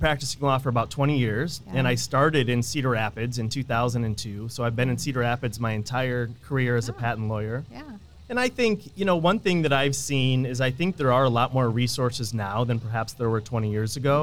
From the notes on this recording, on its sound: come to you live from EntreFEST in Iowa City